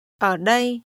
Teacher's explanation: This is pronounced with falling, rising, and mid-level tones.